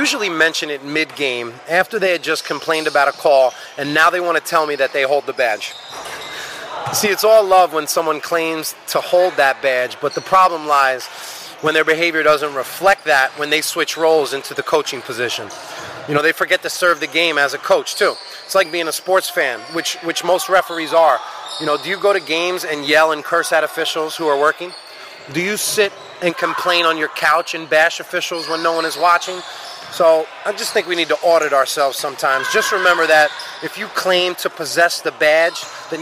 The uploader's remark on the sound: Live from: House of Sports